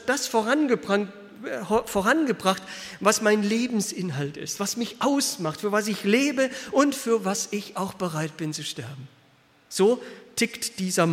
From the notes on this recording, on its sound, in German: aus dem Gottesdienst der Liebenzeller Mission